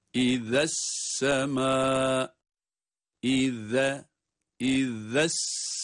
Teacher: Zel harfi peltek okunmakta, aynı zamanda ince.